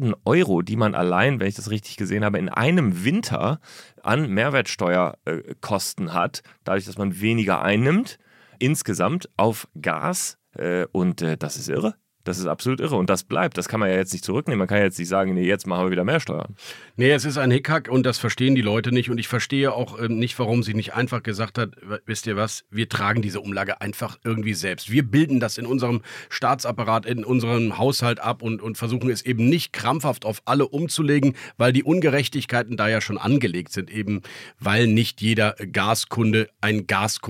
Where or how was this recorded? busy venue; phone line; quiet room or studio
quiet room or studio